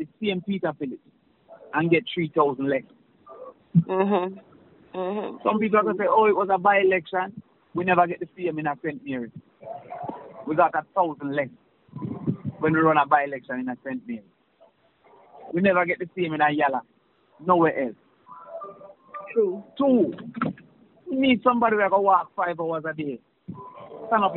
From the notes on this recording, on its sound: Viral Audio of Leaked Voice Call. Leaked telephone conversation.